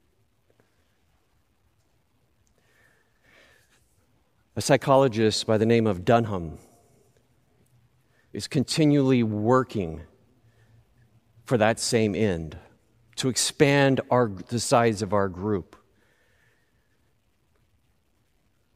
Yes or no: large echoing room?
yes